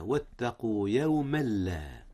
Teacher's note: وهو إدغام بدون غنة، حيث أدغم التنوين في اللام، واللام ليس من حروف الغنة